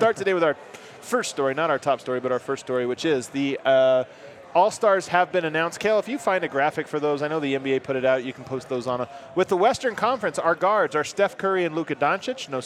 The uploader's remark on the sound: live from Breckenridge Brewery